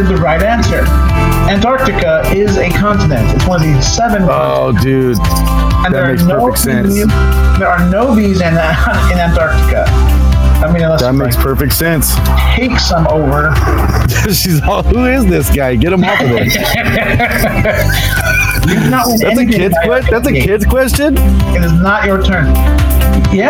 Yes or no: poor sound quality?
yes